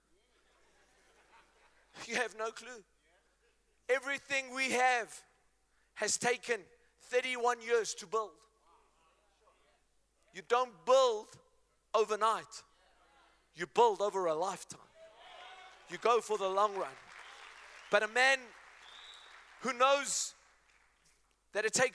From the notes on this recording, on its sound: Men Of Hope Conference 2022 Day2 Message